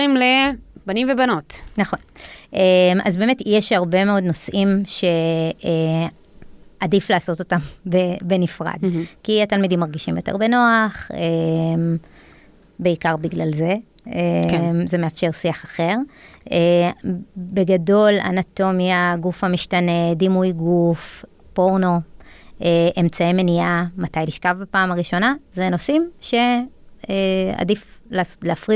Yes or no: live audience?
no